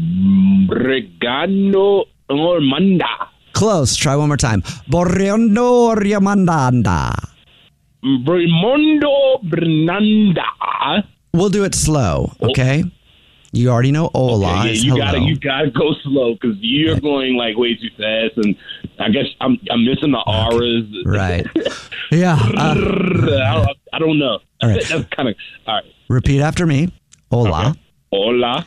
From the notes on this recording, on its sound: A Jubal Phone Prank is when our listeners set-up a friend or family member to wake up with The Jubal Show, phone prank style!